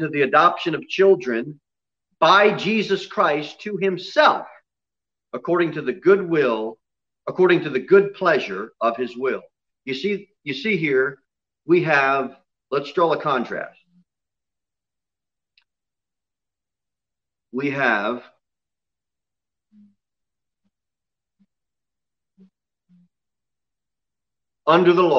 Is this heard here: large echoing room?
yes